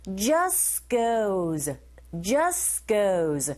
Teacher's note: just go에서도 이 st, g 자음의 소리가 쭈르륵 연속적으로 나오면 두 번째 자음의 소리 탈락인 거 아시죠, 여러분?